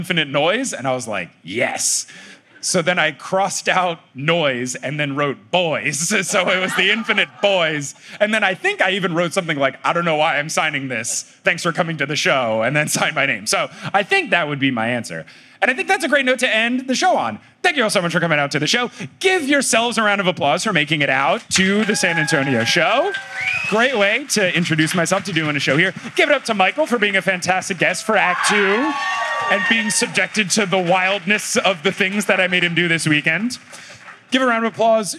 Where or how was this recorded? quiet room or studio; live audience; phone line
live audience